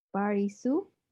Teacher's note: Because we don't have P in Arabic. So parking becomes barking like a dog. And Paris becomes Baris.